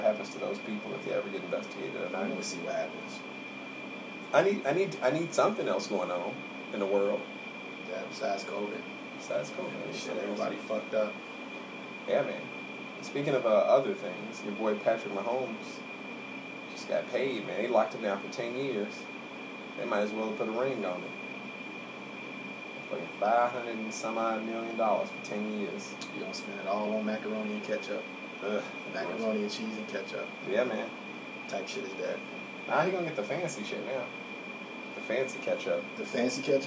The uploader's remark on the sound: the AC is loud in the background because it's hot outside.